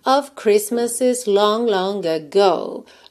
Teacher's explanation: em Christmas a gente não pronuncia o T, logo em Christmases a gente também não pronuncia o T